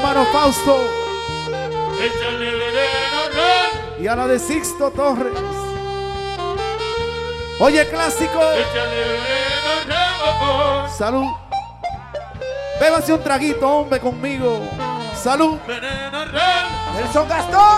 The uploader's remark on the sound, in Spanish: En Vivo Desde Mamajuana Atlanta GA. USA TOUR.